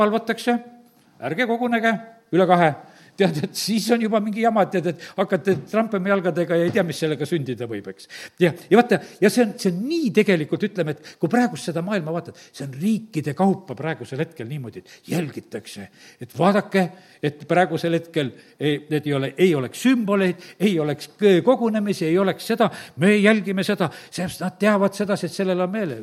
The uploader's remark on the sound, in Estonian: Audio salvestus koosolekult